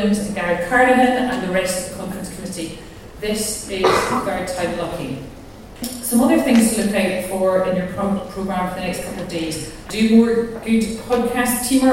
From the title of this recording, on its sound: LIVE from the Scottish Fundraising Conference 2022